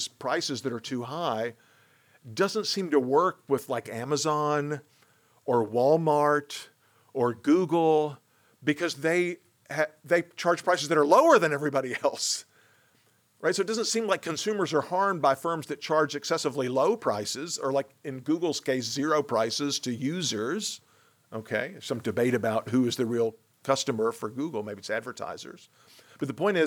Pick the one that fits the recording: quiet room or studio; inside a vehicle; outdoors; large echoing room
large echoing room